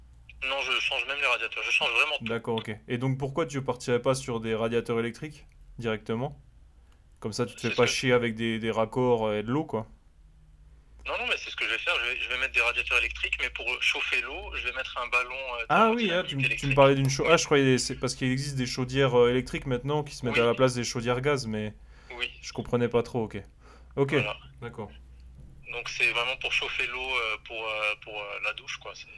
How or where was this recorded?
phone line